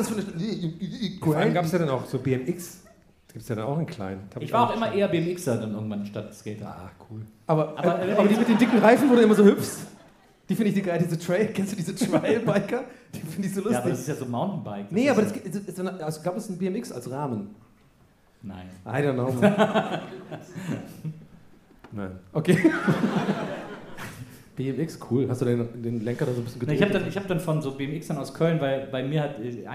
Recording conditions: live audience